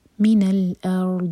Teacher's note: لکم من الارض، ارض پڑھتے وقت حمزہ لائٹ، را ہیوی، اور دود پر جھٹکا نہ ہو، زبان کی سائڈ سے پڑھیں گے دود کو اور ٹائم دیں گے. من الارض استطالہ کیا جائے گا.